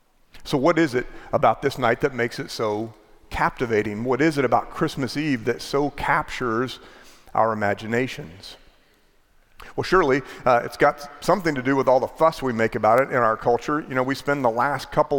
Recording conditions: large echoing room